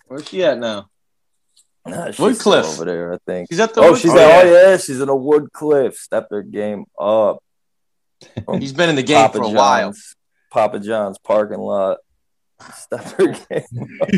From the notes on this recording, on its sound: Recorded Live on Zoom